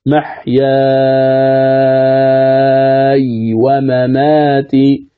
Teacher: تصبح من قبيل المد اللازم الكلم المخفف فتمد بمقدار 6 حركات